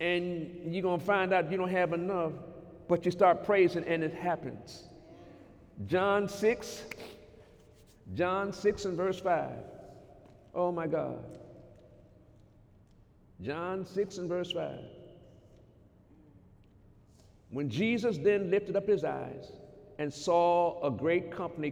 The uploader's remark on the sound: During Sunday morning service on February 17, 2019